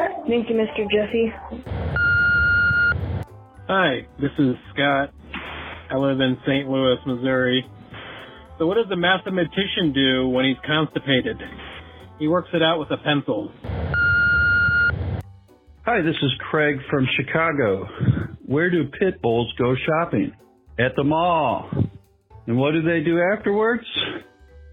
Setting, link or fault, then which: link, phone line